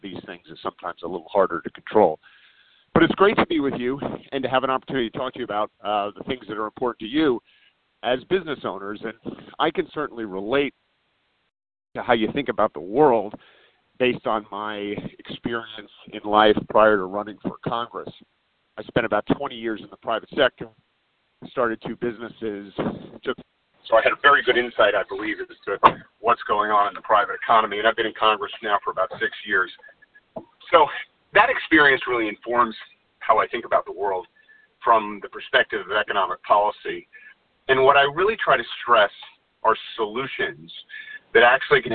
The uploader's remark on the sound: Solutions 2020 conference call